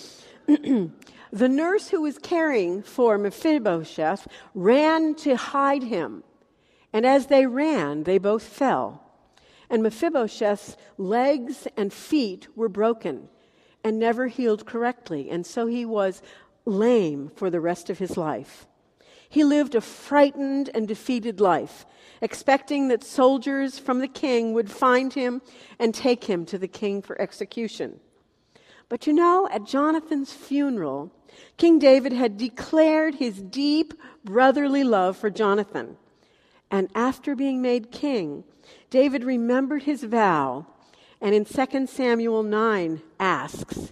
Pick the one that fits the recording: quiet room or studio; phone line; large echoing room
large echoing room